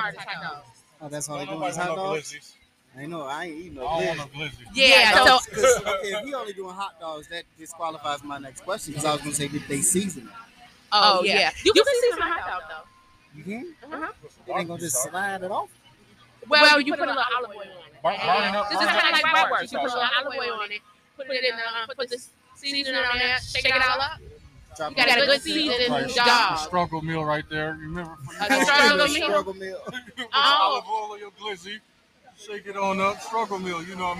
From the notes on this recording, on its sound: In this Episode we are live on West Boardway and Lyndale Ave in Minneapolis Minnesota celebrating Juneteenth. We shot this live and outside for the first time - please excuse sound quality.